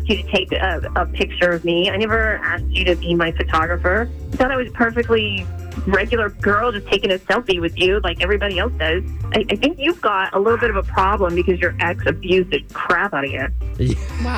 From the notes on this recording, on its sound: get him on the phone